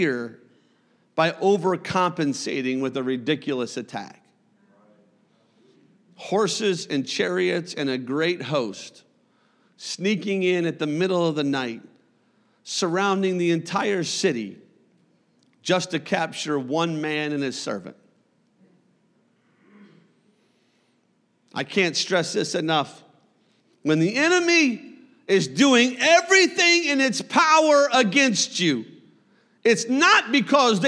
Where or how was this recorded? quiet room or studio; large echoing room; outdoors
large echoing room